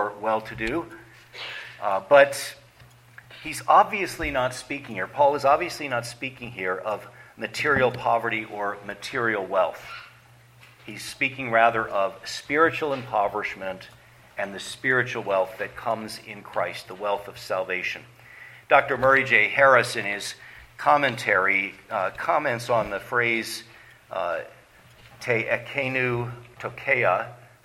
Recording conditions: large echoing room